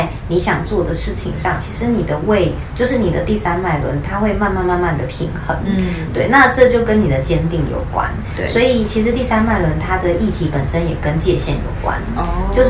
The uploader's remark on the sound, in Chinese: 背景雜音有點多很抱歉，因為錄完發現麥克風根本沒電（笑死）。